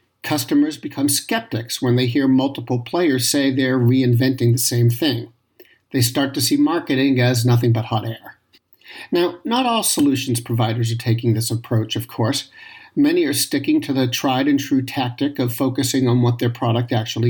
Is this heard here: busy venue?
no